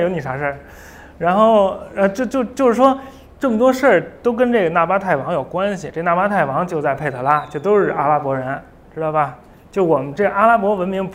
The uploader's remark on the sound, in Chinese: 在北京爱普生体验中心做的一场讲座的录音。这次讲座是由中青旅耀悦旅行品牌悦物派主办的。